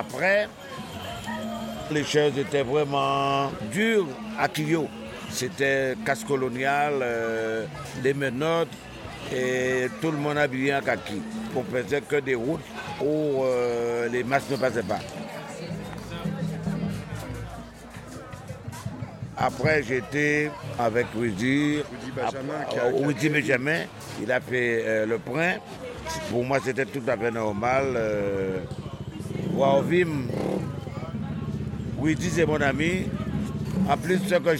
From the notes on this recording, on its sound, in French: Cet épisode relatera les différentes étapes du carnaval par des enregistrements réalisés pendant les préparatifs, les répétitions et les défilés dans les différents quartier de Pointe à Pitre.